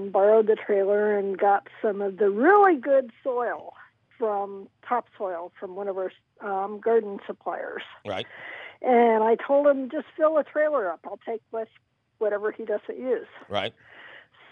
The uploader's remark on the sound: he takes your fabulous phone calls